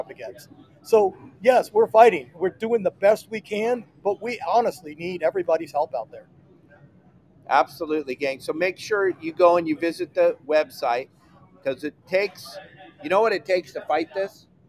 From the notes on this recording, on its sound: CCA LIVE AT THE PCS SHOW SETUP!